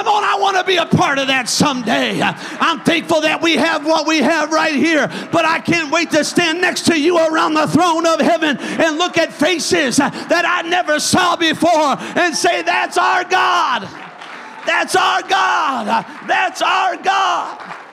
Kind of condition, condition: setting, large echoing room